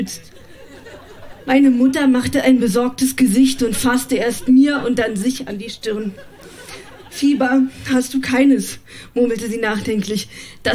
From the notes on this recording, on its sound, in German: Im Kulturhaus Insel der Jugend, Berlin Auswahl der Beiträge von der „texte von gestern“-Liveshow. Heißen Dank an das Kulturhaus Insel, unser tolles Publikum.